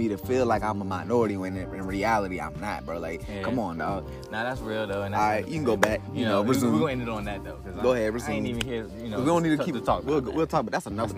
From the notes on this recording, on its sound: Two brothers enjoying a nice evening outside